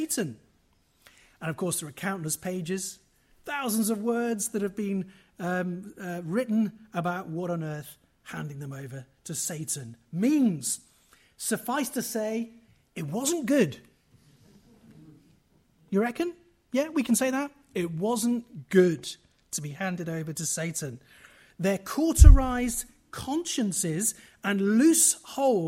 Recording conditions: live audience